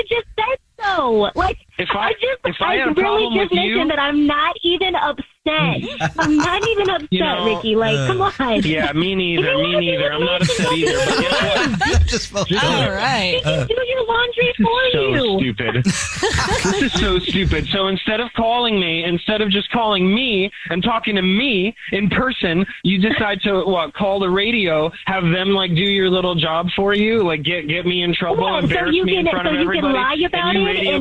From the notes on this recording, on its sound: on the phone today